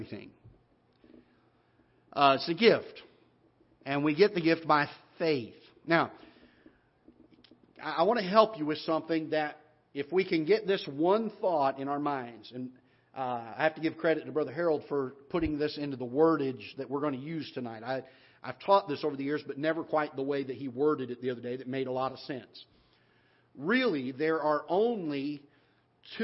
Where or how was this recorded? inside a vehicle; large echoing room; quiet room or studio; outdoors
large echoing room